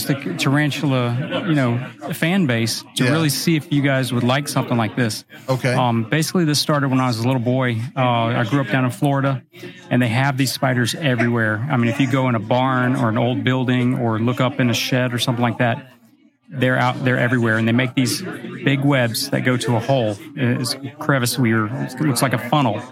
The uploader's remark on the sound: This podcast was recorded LIVE and streamed on my main channel while I was at the Tarantula Collective Meet Up at the Fear Not Tarantulas Grand Opening in Virginia Beach, VA.